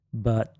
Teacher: the third tone is actually vocalized as a low flat tone